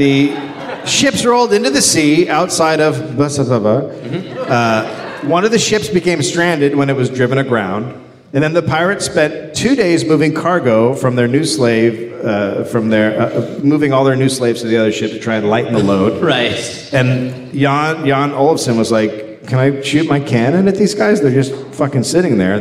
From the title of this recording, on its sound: Live from Reykjavik